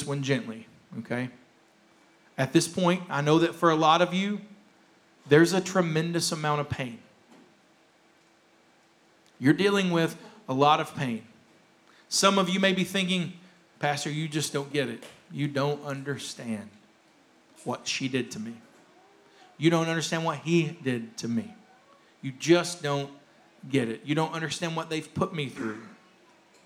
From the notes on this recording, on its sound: Rebroadcast of our service.